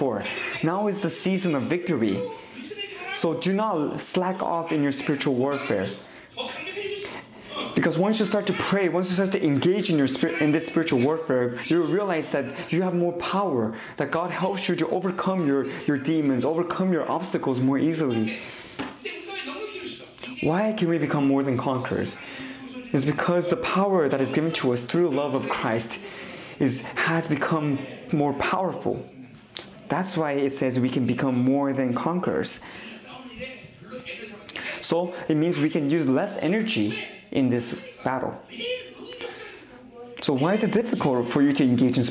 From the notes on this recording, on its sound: 2023 New Years Conference. Conference sermon.